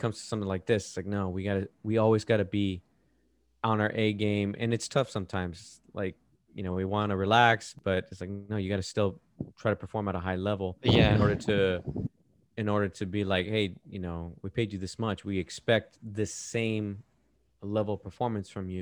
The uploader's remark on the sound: Sorry if there is some excess sound, I filmed outside and there was some wind blowing.